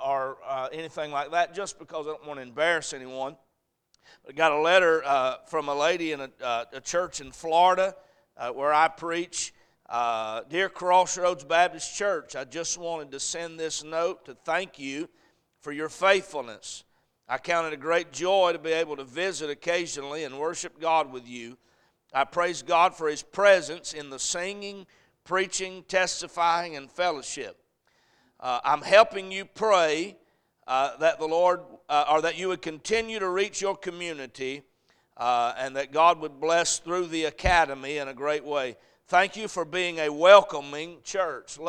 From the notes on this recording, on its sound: A message series preached at Crossroads Baptist Church. On Wednesday night.